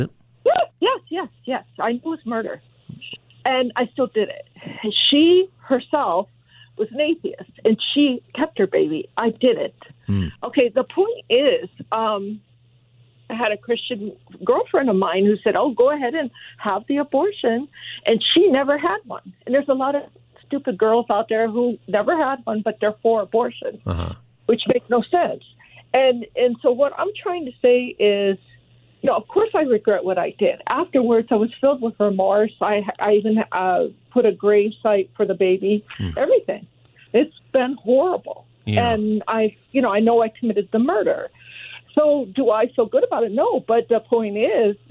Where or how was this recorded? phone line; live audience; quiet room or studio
phone line